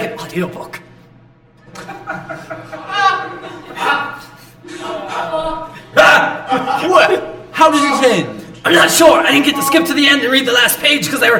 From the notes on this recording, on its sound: Originally Recorded Live at Packrat Comics